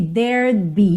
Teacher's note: There would be está contraído aqui, there'd be. E você quase não escuta esse D que está contraído